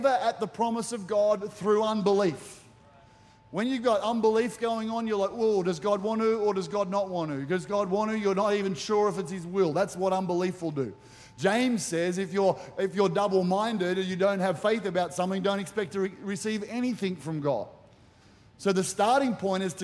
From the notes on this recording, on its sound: With services streamed live at 9am AEST. Recorded during our 9am service on Sunday, the 18th of February 2024.